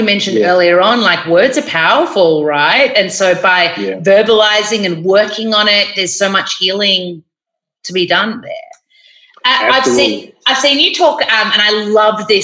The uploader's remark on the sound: The episode was recorded online as he’s based in New York.